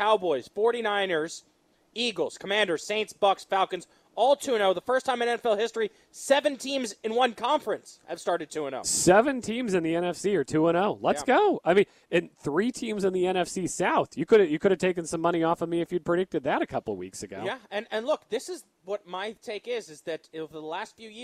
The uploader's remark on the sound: LIVE from The Diamond